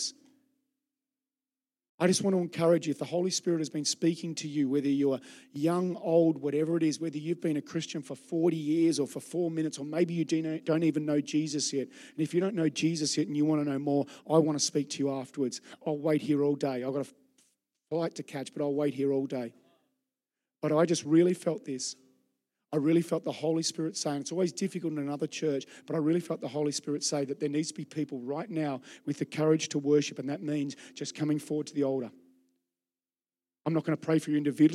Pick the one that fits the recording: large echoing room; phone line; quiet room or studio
large echoing room